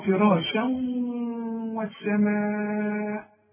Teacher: الواو مفتوح لكن عند النطق كأنها مشددة